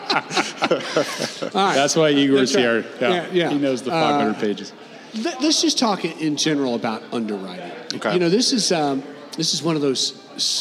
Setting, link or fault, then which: setting, busy venue